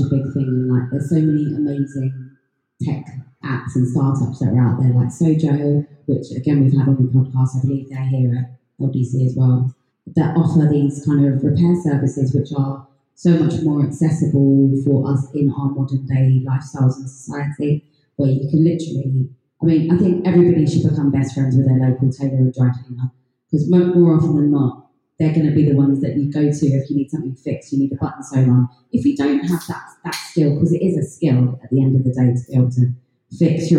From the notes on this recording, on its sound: Recorded last year September at the Lone Design Club pop up store on London’s Regent Street. LIVE from the Lone Design Club pop up. Today’s episode is another live one, recorded last year September at the Lone Design Club pop up store on London’s Regent Street.